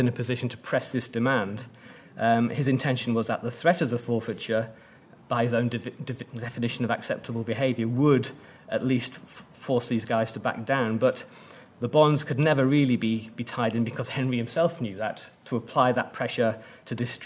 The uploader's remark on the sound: at the 2022 Tudor and Stuart Ireland Conference